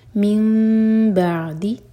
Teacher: نون کا ساؤنڈ میم میں چینج ہو رہا ہے تو یہ اقلاب میم کو ہولڈ کریں گے من بعد عین